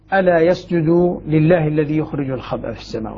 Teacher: ألا يسجد الكسائي هنا قرأ بتخفيف اللام